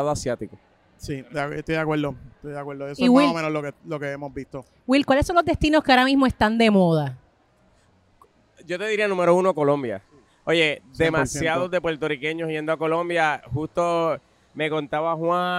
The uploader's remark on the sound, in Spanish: en vivo desde el Centro de Convenciones de Puerto Rico tras el exitosísimo Mochileando Travel Class 2023